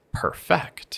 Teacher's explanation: if I put my stress on the second syllable, perfect.